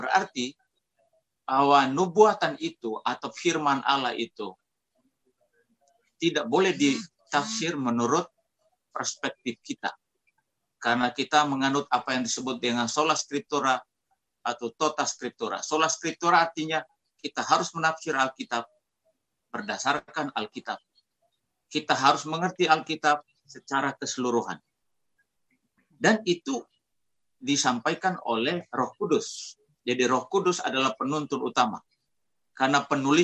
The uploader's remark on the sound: Tumoutou Imperium SDA Church Zoom Webinar